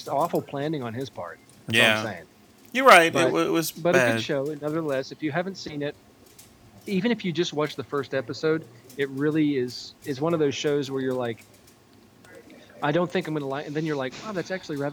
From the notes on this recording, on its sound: The entire crew is here !! Live from a bar in Atlanta !!